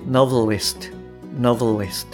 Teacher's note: い、あの、最後の部分なんですけれども、えっ、ー、と、前回も少し触れましたが、日本語的なそのノベリストではなくて、ノベリスト、ノベリストっていうふうに、あの、VE ですね。ベベっていうところかな、日本語的に言うと。その VE の E が落ちる発音になってます。なので、えー、ノベリストではなくて、ノベリスト、ノベリスト。はい。こういったあの E の音っていうのが、まあ、曖昧母音だったり落ちるっていうことはしょっちゅうあるので、はい。この感覚をつかんでいただくといいかなと思います。はい。えっと、それじゃあですね、ここからあの意味理解の方に入っていきますね。で、いつものように頭から塊で理解していきましょう。じゃあ、いきますね。Now is my book.それで、私の本は何々でしょうか ?The next great American novel?次世代の素晴ら